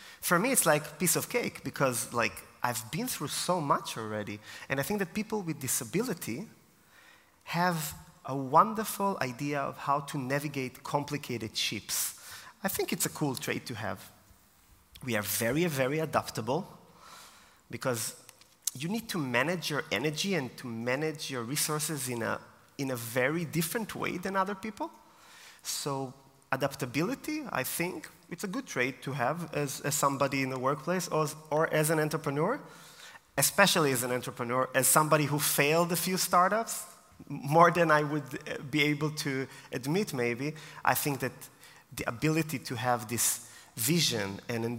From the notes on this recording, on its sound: Taken from my keynote at DisAbility Confidence Day 2023 in Vienna.